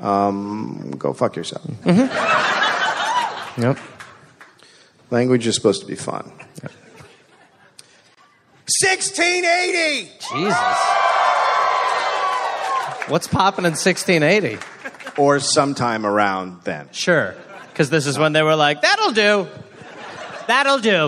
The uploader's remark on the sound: Live in Charlotte, NC